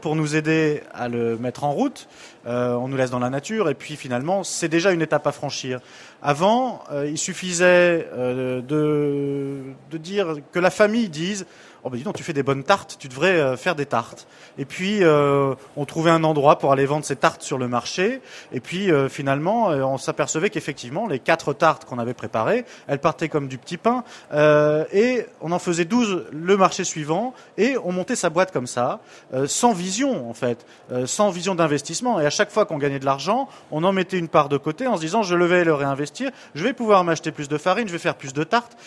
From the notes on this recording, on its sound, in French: Le plateau de Fréquence Terre sur le salon planète durable en Avril 2011. Enregistrée au salon planète durable en Avril 2011.